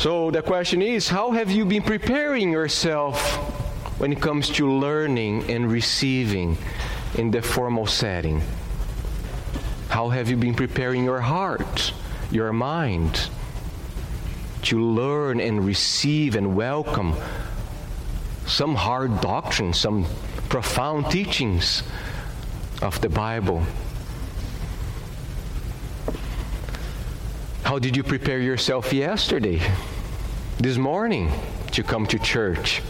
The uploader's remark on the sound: at Gracious Cross Reformed Church Salem, June 20th 2021.